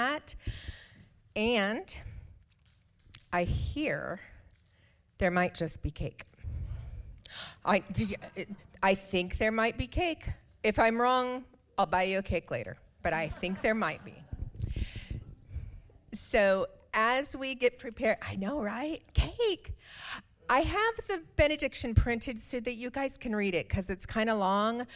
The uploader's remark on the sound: Audio of our worship service on 6/4/23. Streamed live from our campus in Westlake Village, CA.